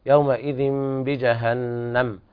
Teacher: إقلاب لوقوع الباء بعد التنوين